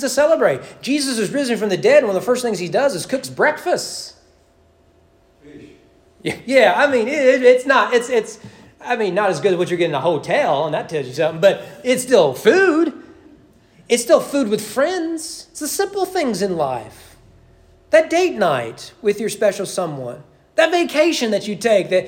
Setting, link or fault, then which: setting, large echoing room